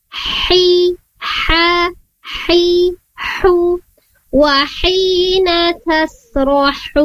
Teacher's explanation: Makhrajnya atau tempat keluar huruf ha sendiri itu sama dengan tempat keluarnya huruf ain tadi. Nah, sama-sama di wasatul halqi atau tengah-tengah tenggorokan